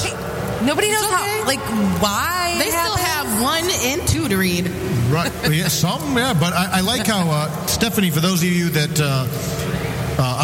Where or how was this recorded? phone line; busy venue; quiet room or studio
busy venue